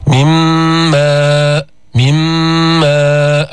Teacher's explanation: أدغمنا النون في الميم، فلفظنا ميما مشددة مع الغنة